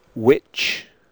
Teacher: In RP and most accents in England, Australia, New Zealand and South Africa, the letters WH are pronounced as a simple W.